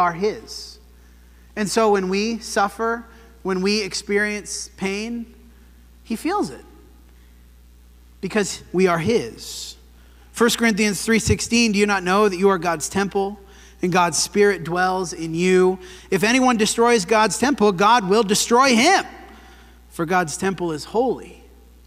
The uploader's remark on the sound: This sermon was preached at the Dewey Church of Christ on February 18, 2024.